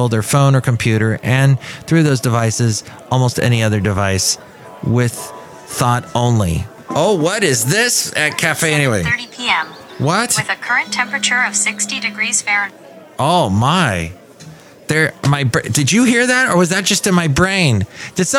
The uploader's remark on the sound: podcasts live from Café Anyway